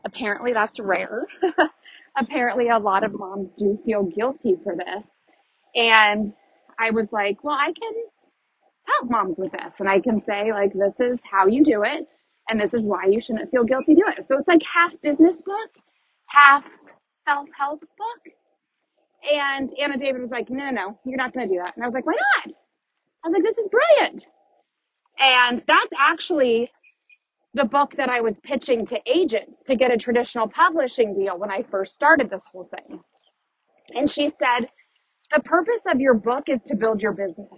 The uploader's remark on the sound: Thanks for rolling with all the nature sounds and my unorganized thoughts on my morning walk.